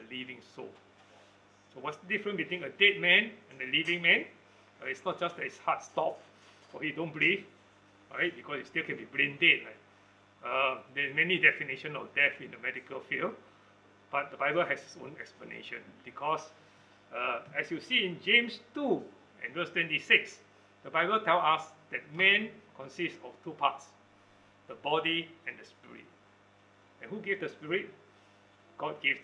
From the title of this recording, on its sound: Recorded Live/Sermon